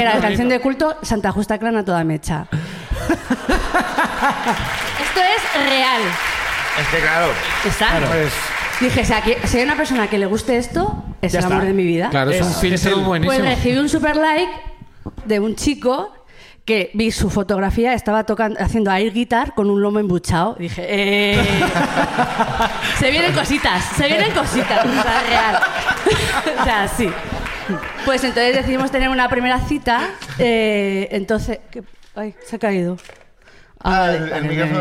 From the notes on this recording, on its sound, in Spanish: La Ruina desde Madrid. Además del público de Madrid.